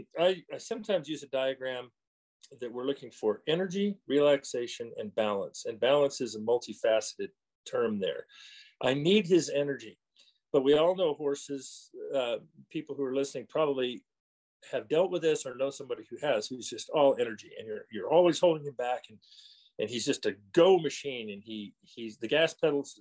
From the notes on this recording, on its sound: The interview was conducted over Zoom